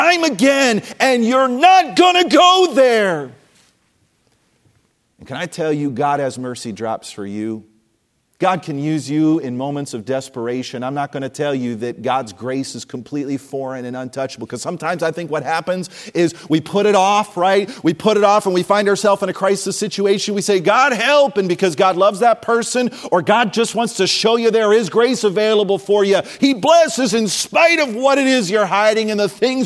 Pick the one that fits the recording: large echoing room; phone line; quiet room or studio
large echoing room